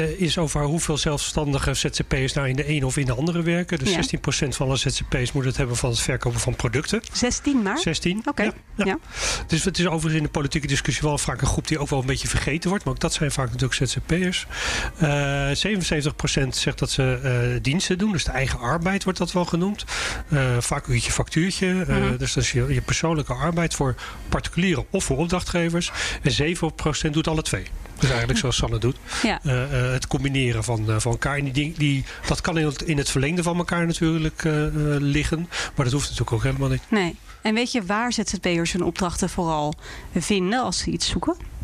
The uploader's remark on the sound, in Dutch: De podcast wordt opgenomen tussen de werkende zzp'ers in Bar-Brasserie Danel in Utrecht. De podcast wordt opgenomen tussen de werkende zzp'ers in Bar-Brasserie Danel in Utrecht.